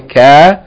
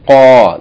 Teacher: It's at the end of the tongue, just before you reach the throat. · Shown in: second take · Term: qaf